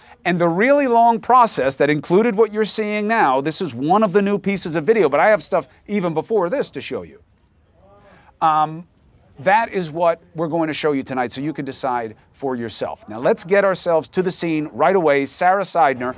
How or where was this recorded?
outdoors